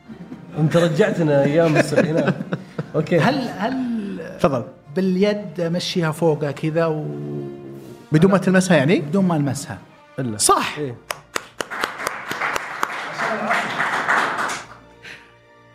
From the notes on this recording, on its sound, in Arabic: وشاركنا جمهورنا تحدي التعرف على اسماء المقطوعات الموسيقية من خلال سماعها. هذه الحلقة سُجلت أمام الجمهور وتم تسليم جوائز قيمة للفائزين بفقرة "أسئلة الجمهور".